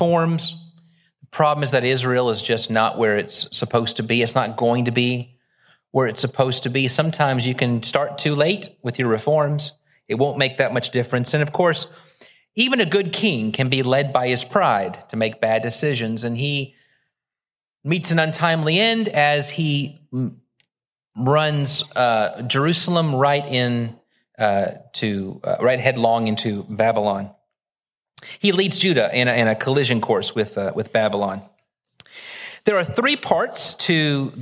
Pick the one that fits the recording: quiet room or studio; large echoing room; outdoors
large echoing room